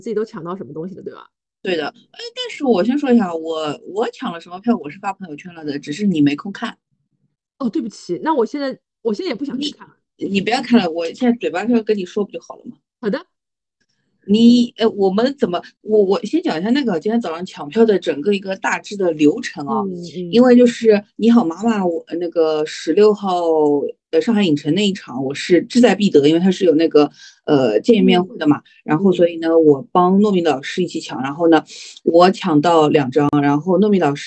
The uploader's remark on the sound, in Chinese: 本期节目是线上录制，音质欠佳，先抱歉了